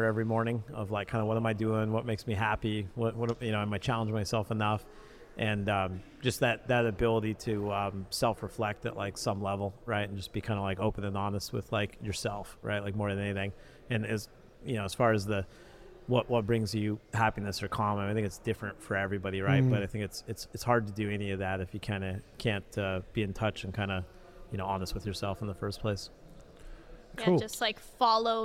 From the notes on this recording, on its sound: This very special episode is brought to you from the Adventures of Alice and Bob podcast booth at the Go Beyond Conference in sunny Miami, FL.